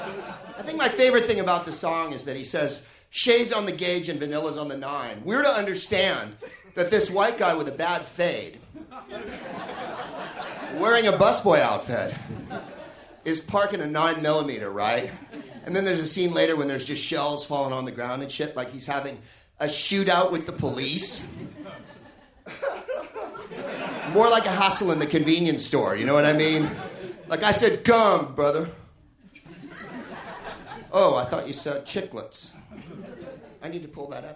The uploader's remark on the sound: Live from the Soho Theatre in London